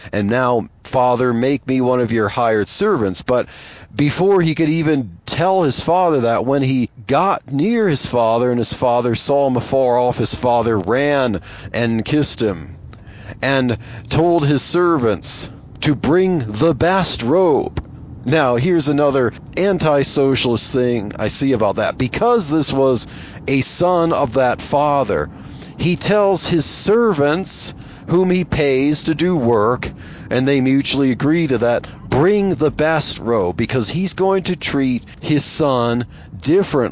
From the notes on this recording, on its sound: I chat about Jesus and socialism while driving to work.